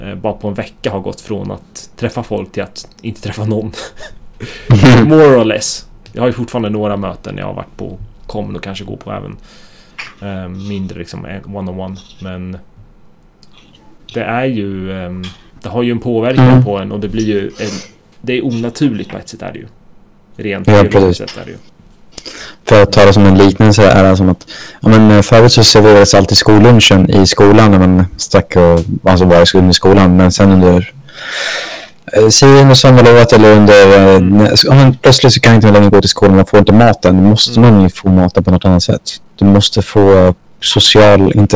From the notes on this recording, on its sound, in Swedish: Detta blev ena avsnittet som blev för dålig ljud kvalite för att släppa som vanligt avsnitt